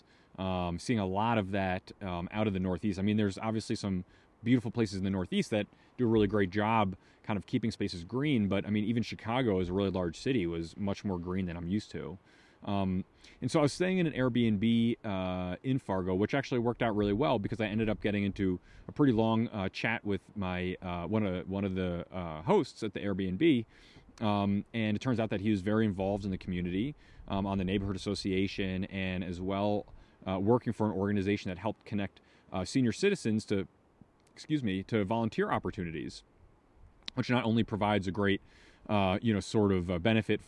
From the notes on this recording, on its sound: This episode was filmed/recorded while camping in Custer-Gallatin National Forest, Montana.